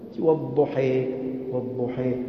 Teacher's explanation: الفتحة الممالة مترددة بين الفتحة والكسر، هناك إمالة كبرى اي اي، الألف الممالة هكذا اي اي، أنا على الألف المد اي اي.